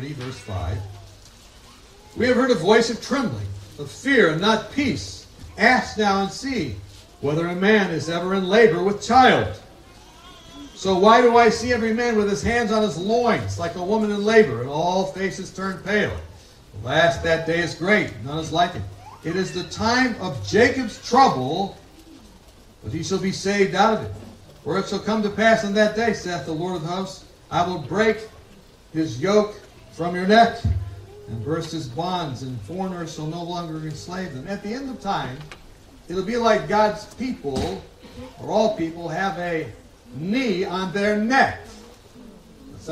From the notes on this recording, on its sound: Quality and sound of the program will differ due to the outdoor nature of the video.